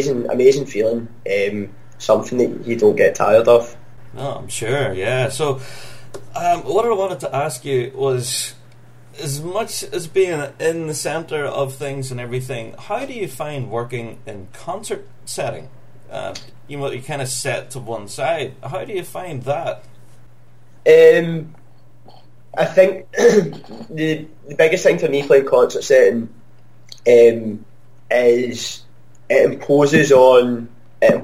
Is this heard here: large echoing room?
no